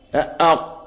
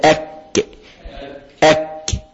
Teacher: اقصى اللسان يطلع القاف اق، قولوا معايا اق. اق فوق، اقصى اللسان فوق، يعني نطلع شويه فوق القاف في اتجاه اللسان في اتجاه الفم، هيطلع حرف الكاف · Term: متقاربان